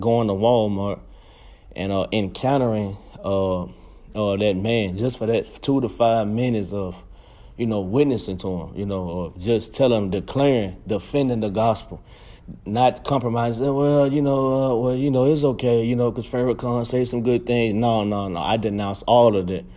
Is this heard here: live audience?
no